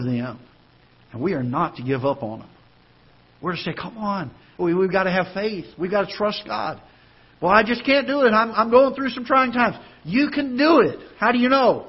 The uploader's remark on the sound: Ketha Heights Baptist Church ~ Live Broadcast